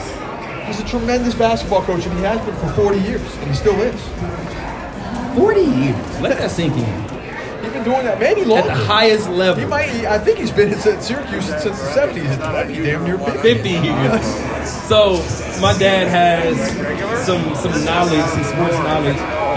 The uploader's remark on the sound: A live show from the stage in the middle of the Superbook at the Westgate Las Vegas Resort and Casino.